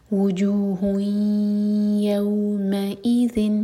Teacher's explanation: ادغام کا مطلب ہے مرج کرنا، اور غنہ یعنی کہ ہم ناک سے آواز نکالیں گے. وجوہ یو، ادغام غنہ کے ساتھ کرتے ہوئے دو سیکنڈس کا ٹائم دیں گے.